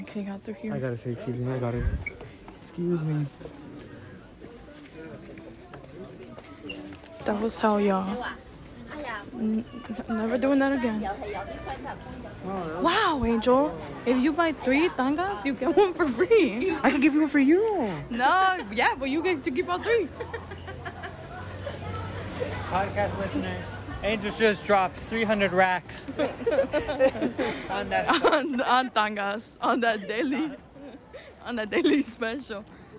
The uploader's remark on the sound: we take a trip Downtown and to Chinatown and we record our whole day from start to finish